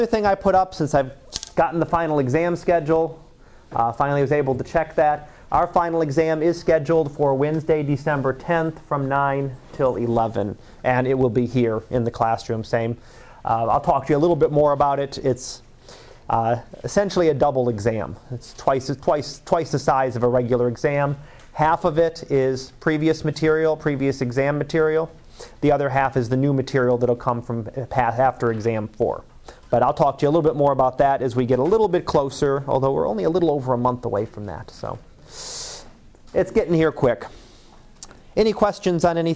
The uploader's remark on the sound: Live Class Lecture 2014 Oct 31